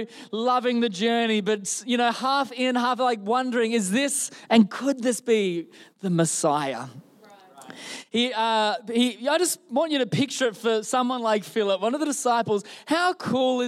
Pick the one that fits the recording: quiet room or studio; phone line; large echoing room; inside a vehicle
large echoing room